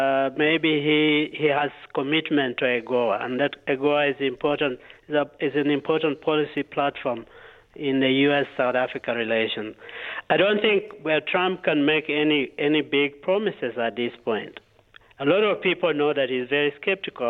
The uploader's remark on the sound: talks on the phone